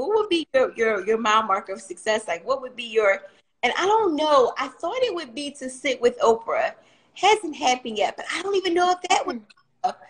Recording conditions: video call